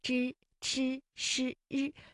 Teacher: 我们常说的普通话的声母知、吃、诗、日都属于翘舌音 · 就是由舌尖向上翘起，然后和硬腭的前部相接触